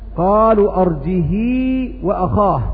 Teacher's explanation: يعني أن ورش يقرأ بالصلة